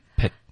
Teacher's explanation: 是结尾顶舌尖导致停顿